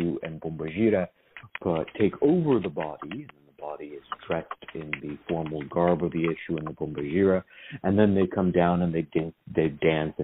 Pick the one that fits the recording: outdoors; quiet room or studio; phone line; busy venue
phone line